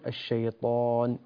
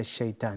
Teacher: كلمة الشيطان لابد أن تفخم الطاء، نقول الشيطان وليس الشيطان، لأن الطاء من حروف الاستعلاء وحقه التفخيم · Shown in: first take